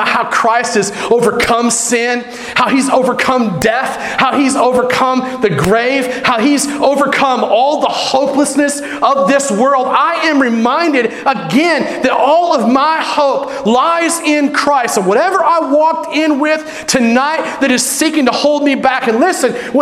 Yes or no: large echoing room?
yes